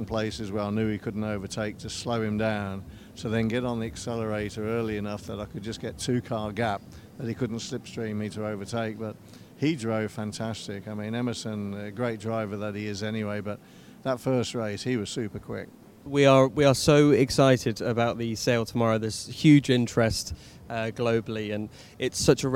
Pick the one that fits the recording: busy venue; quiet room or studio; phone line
busy venue